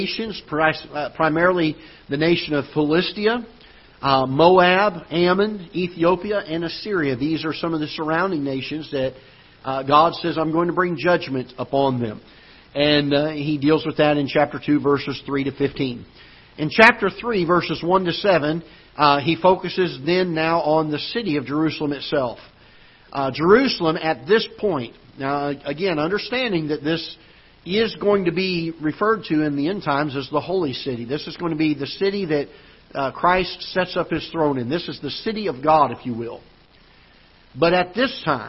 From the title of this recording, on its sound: Ketha Heights Baptist Church ~ Live Broadcast